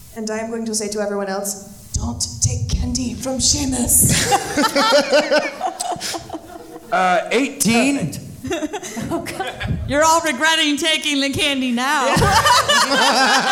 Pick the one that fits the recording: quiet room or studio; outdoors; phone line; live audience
live audience